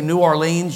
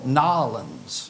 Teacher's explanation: If you say New Orleans, that's 3 syllables. It's 1 syllable, Nolens. · Term: proper pronunciation